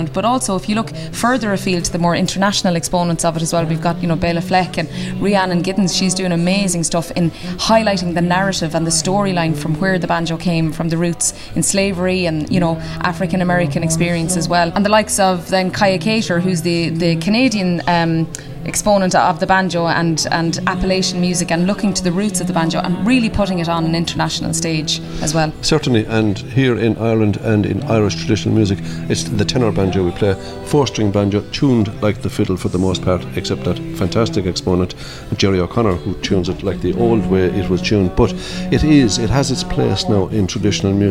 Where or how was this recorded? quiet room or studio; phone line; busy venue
busy venue